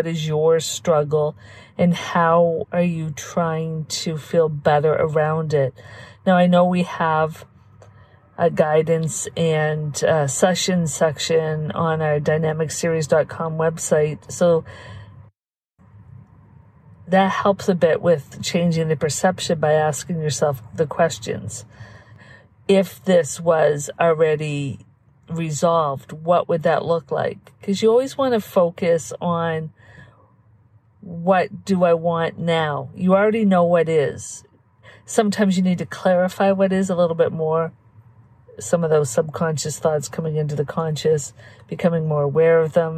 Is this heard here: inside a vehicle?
yes